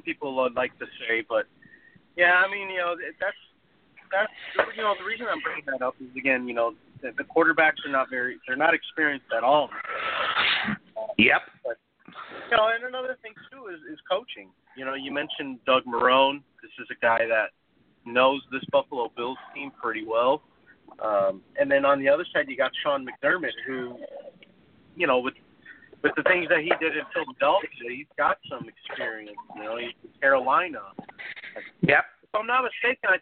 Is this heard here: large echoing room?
no